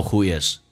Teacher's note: Who 跟 is 可以有连音